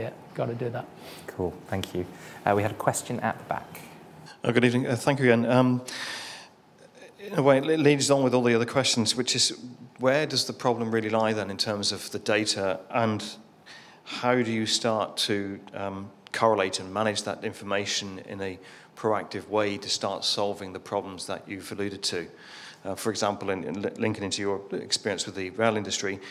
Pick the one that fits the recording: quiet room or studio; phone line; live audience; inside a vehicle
live audience